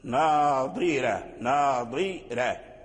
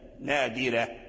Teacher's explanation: ترقيق الراء يعني لمناسبة كسرة الضاء، ناظرة ناظرة تنطق بالضاد مكسورا تحافظ على تفخيمه حتى لا يرجع دالا · Shown in: first take